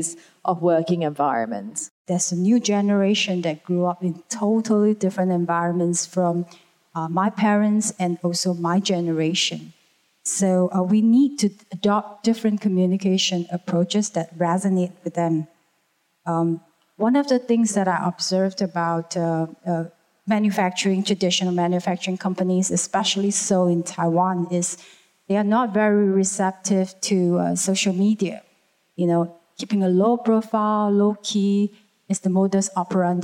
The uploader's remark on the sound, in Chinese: 四位「偶像」太愛也太會聊天導致氣氛太熱絡，我們不知道怎麼才能把現場的笑聲剪掉！